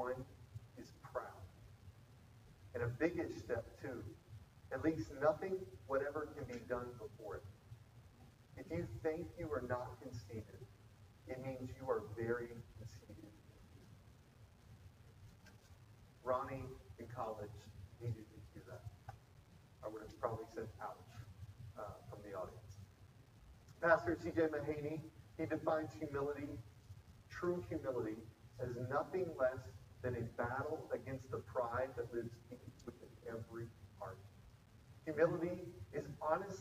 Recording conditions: poor sound quality